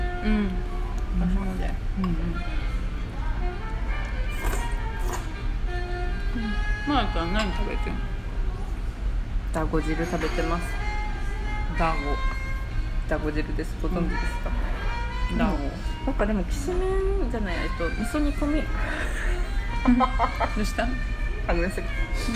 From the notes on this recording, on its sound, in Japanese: お腹空きすぎて、眠すぎるわたしたちは誘われるようにやよい軒へ。とり天と油淋鶏をハムハムしながら収録してるよんっ。